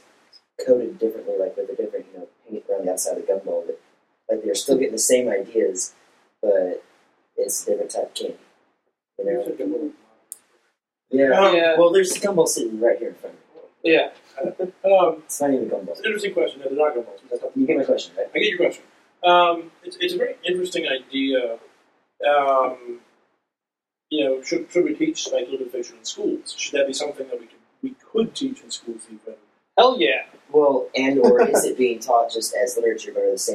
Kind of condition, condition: fault, poor sound quality